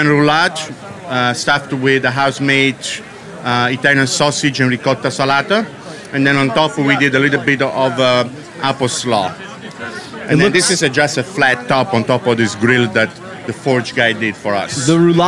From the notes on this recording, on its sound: Our final interview at the Springer Mountain Farms campfire at Charleston Wine + Food 2018